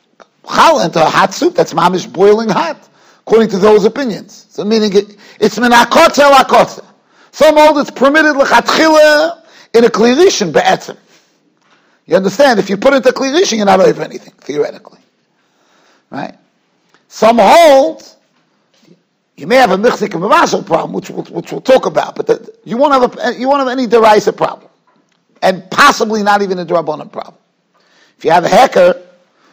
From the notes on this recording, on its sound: Shiur recorded in Yeshivas Ohr Reuven, Monsey, NY.